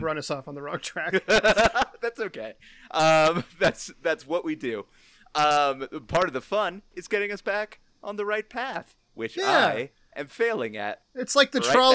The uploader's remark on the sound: Early in the episode there is some mild distortion. The issue mostly resolves partway into the episode.